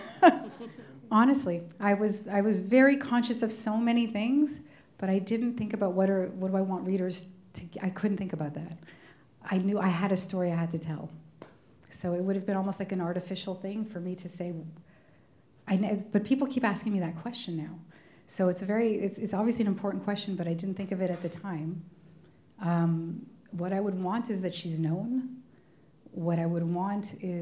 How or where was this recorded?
live audience